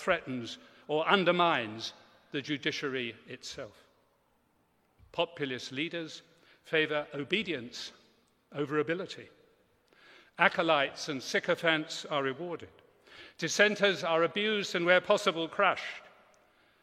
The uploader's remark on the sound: Delivered a speech this week at the National Cathedrals Conference in Newcastle Cathedral. The conference, “Different Country, Different Church”, included talks, workshops, and debate.